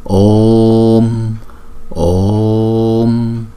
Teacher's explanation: đọc chữ ô hai nhịp xong rồi chúng ta mới đóng chữ ô lại